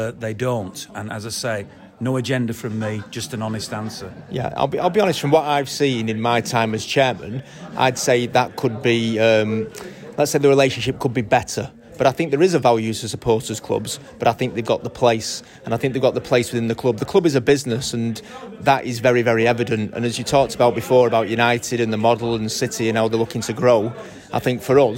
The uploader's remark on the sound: Special Forever Blue 'Live' From the Bury MCFC Supporters Club.